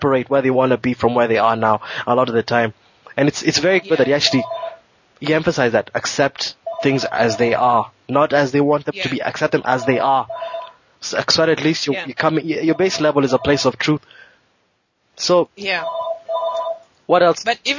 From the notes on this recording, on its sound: On the phone with me and we had a freewheeling discussion. We had a discussion more like a radio show than a podcast.